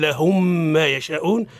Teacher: الميم في الميم في مثيلتها حكمها الإدغام مع الغنة